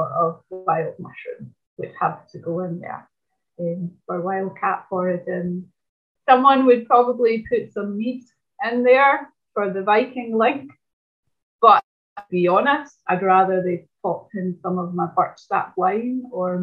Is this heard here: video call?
yes